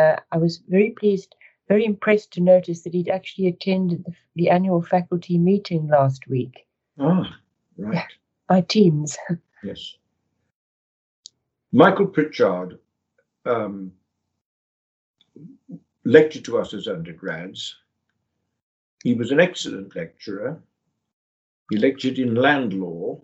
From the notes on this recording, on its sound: The interview was recorded online